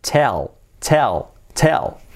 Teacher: La T bien fuerte, cha, cha, cha, cha, cha, casi como una che, cha, cha, cha, y la L, letra clave del método, tell, tell, ese sonido, tell.